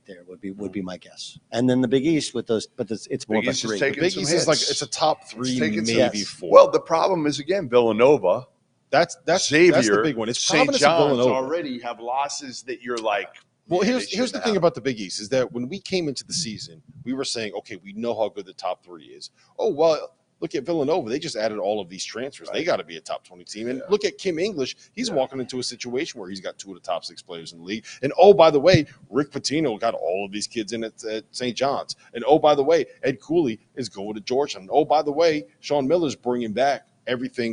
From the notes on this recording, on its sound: LIVE from the Champions Classic in Chicago!